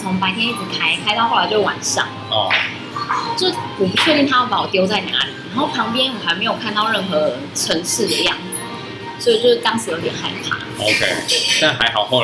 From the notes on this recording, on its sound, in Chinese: 本集白噪音指數：柔風級 3/5。錄音地點： 三亞米 Sunyummy，土語系學妹開的店。